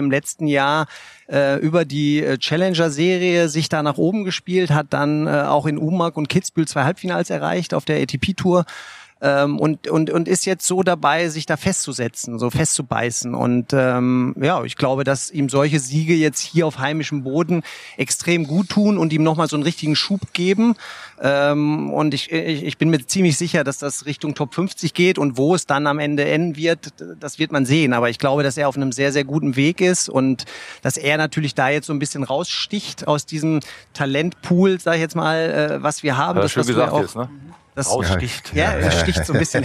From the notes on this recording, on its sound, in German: Live-Podcast vom ATP-Turnier in München.